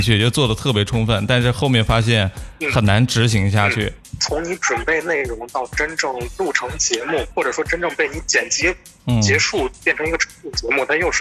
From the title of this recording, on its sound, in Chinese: Vol.47 电话连线第一期